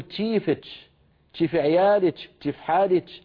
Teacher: في قبائل شمال الجزيرة ولهم امتداد إلى سوريا يبدلونها تاء شين · Term: الكشكشة